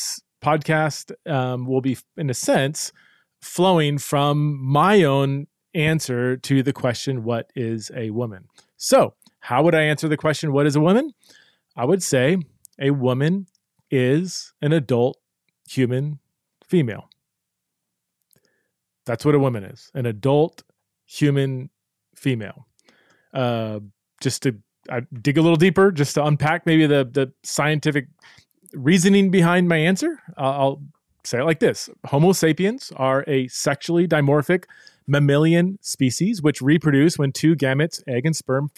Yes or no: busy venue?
no